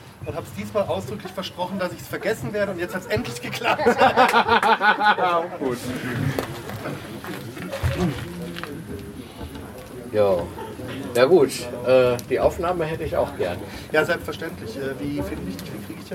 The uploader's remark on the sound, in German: In dieser Episode könnt Ihr Aufnahmen vom PodstockDE 2017 hören.